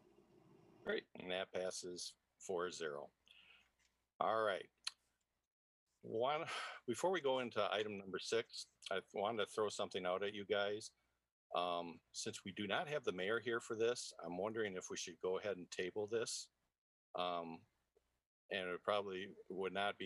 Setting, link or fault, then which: link, video call